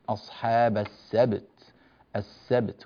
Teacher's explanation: في قوله تعالى أصحاب السبت، الوقف على السبت، عندنا حرف الباء هنا مقلقل وعندنا حرف التاء هنا مهموس، فنعطي الباء حقها من القلقلة والتاء حقها من الهمس، ولا نميل الباء إلى حركة معينة، السبت مثلا هذا غير صحيح، فتنبهوا لهذا بارك الله فيكم.